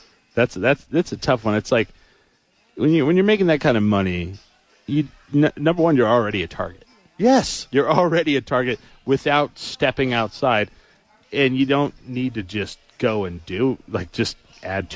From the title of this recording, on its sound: Live from ABQax!